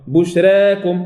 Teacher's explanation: فمالت حركة الراء إلى الكسرة والألف إلى الياء · Term: التقليل